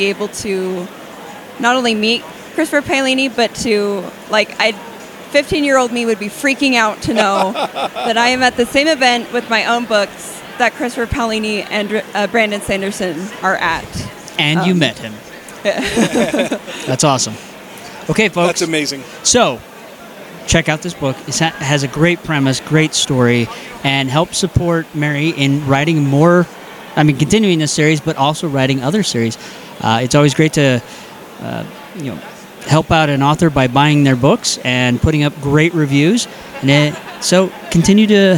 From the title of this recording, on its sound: Live From DragonSteel 2023